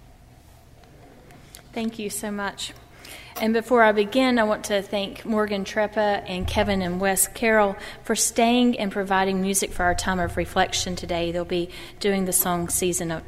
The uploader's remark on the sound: during the Heritage service on Sunday, December 27, 2015, at First Presbyterian Church of Arlington Heights, Illinois.